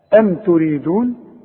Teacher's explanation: ام ميم عليها سكون، ما دام الميم عليها سكون ما تغنهاش. ام مش تقول ام، لا، ام عند الوصل وعند الوقت.